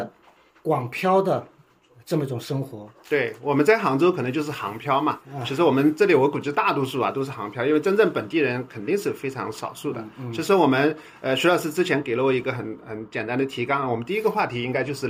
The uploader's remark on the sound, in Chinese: 由于是手机录音，杂音、环境音也都一并录进。现场读者参与热烈，但由于距离原因，声音较低，虽经后期调整仍显不足。现场读者互动也屡获掌声。